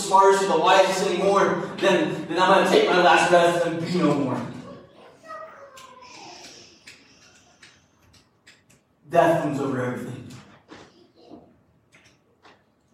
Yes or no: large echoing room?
yes